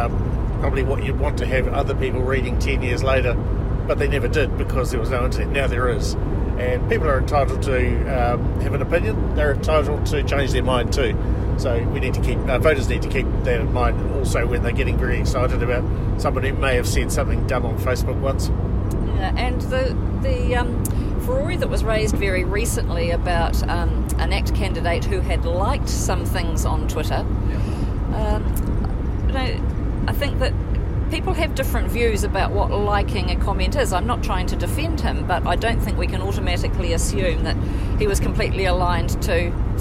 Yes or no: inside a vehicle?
yes